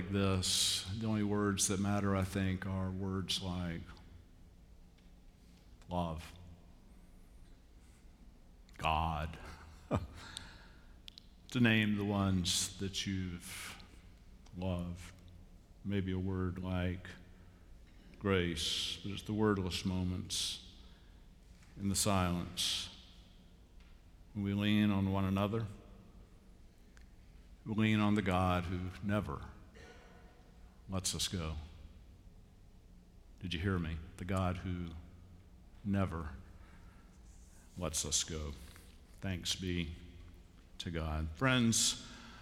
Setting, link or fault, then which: setting, large echoing room